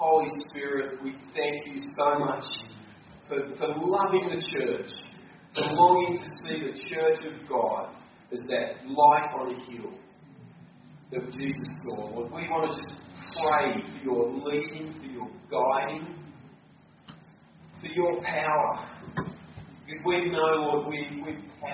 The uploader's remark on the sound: we apologize for the quality of this recording